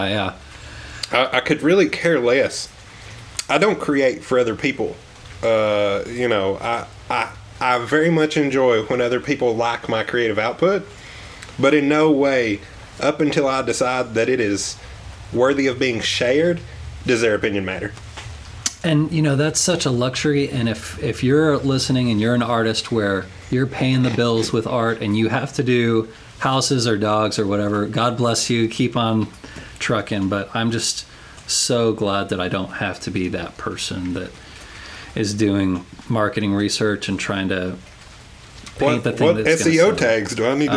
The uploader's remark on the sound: We sat down on his front porch and enjoyed a selection of natural background noise while we talked